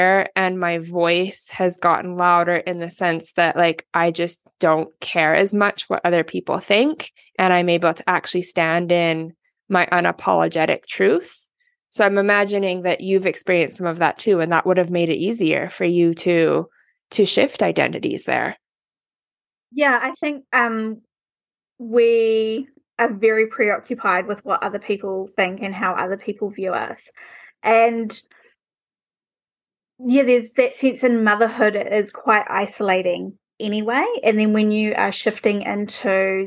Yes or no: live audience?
no